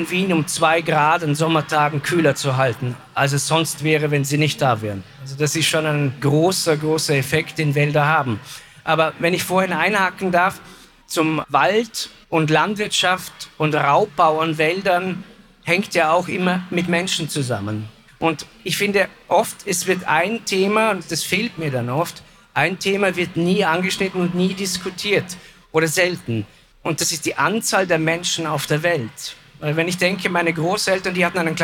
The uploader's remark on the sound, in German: Über diese Fragen wurde kürzlich auf der Buch Wien diskutiert, die bearbeitete Aufnahme hören Sie in dieser Podcastfolge.